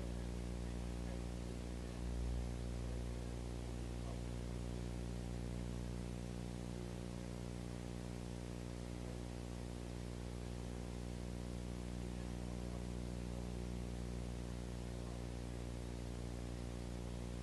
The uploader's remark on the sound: 2002 Lecture at Stanford